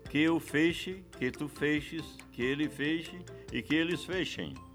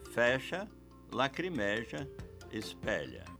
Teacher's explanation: A língua culta recomenda a pronúncia fechada desse verbo, assim como as formas do subjuntivo e imperativo. · Shown in: first take